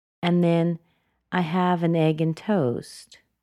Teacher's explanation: she drops the intonation, but she doesn't drop it completely. She leaves it hanging a little bit.